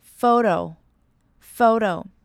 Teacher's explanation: 我们不会发很重的 t 的音，而是有点 d 的音